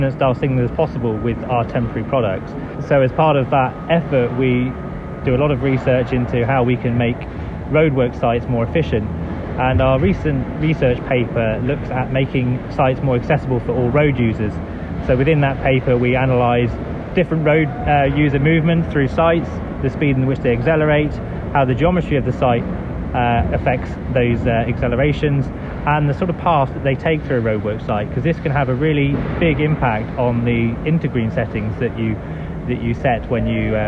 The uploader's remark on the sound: Day One at Highways UK. On a busy Highways Voices from Highways UK 2023 today. In the podcast from Birmingham's NEC.